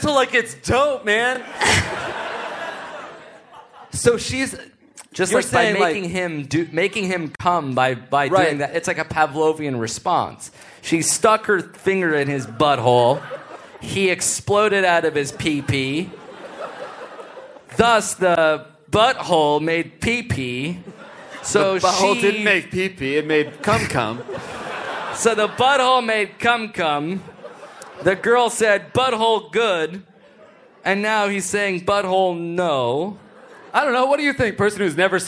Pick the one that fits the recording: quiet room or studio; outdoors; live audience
live audience